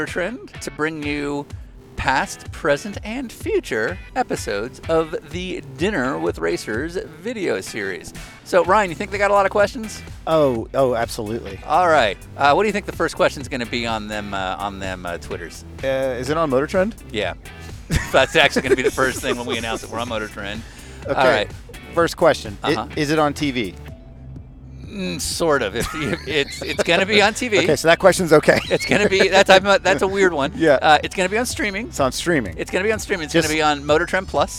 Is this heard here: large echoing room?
no